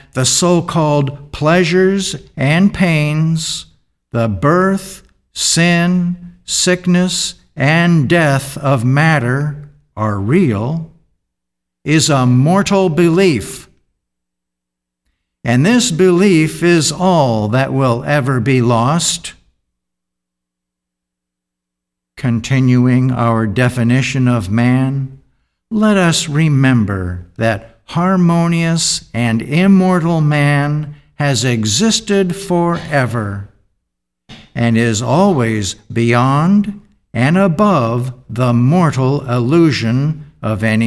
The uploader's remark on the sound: The Sunday service audio